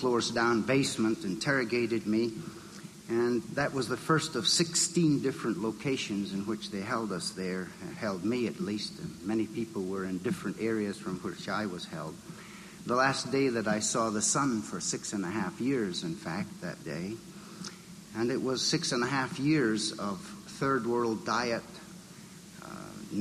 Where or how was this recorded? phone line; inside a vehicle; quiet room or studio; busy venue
busy venue